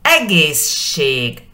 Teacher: Ahí la S con la sh se fusiona y suena egészség